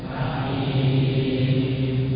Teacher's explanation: mim sukun di akhir kalimat hakim, ketika waqaf juga diberikan haknya sebagai huruf mengalir